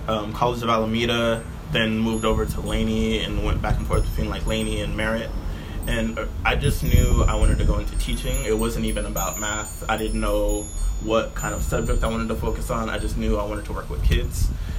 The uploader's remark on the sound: Y’all gone hear the true essence of Oakland in the background as this is my first time recording outside.